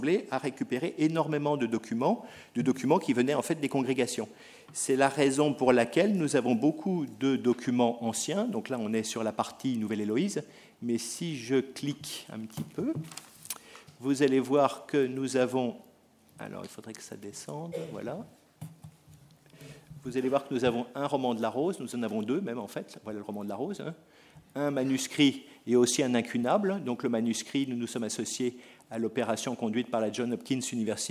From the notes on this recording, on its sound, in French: enregistrée le 30 mars 2010 dans le cadre du colloque « La numérisation du patrimoine écrit.